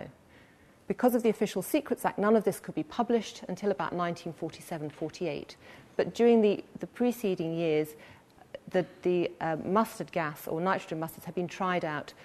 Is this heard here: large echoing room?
yes